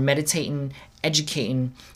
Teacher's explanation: meditating is actually a trochee where the first syllable is stressed and then it follows other regular syllables.